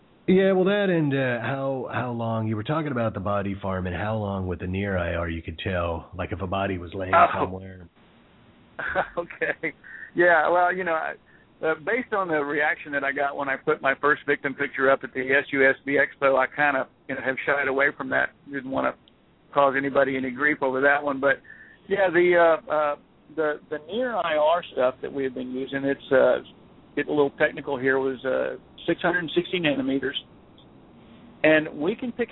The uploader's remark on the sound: calling in live from a firefighting exercise